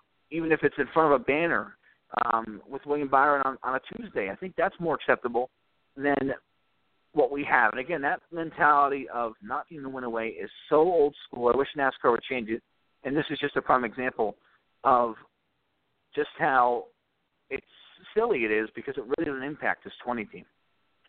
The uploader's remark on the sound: Taking your phone calls